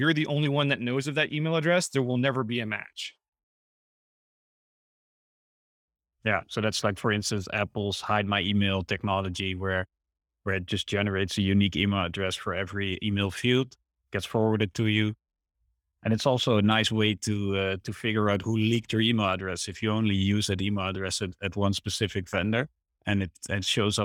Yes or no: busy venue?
no